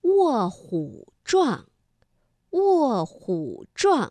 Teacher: 那因为卧是四声字，那虎呢在这里我们读21